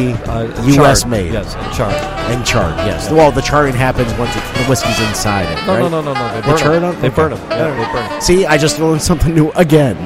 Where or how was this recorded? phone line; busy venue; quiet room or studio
busy venue